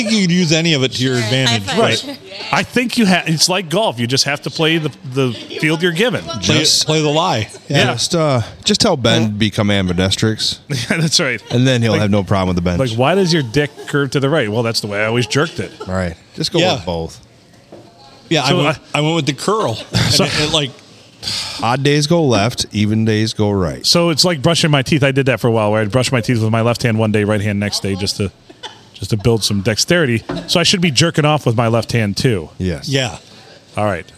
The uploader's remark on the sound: Recorded at the Rustic Tavern on Sunday Funday.